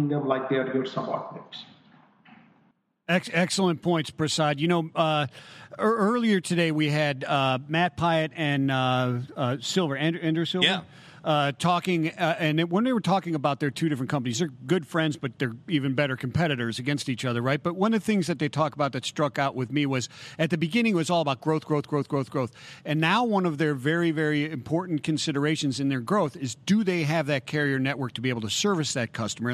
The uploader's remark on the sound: LIVE from the 3PL Summit. Live from FreightWaves 3PL Summit.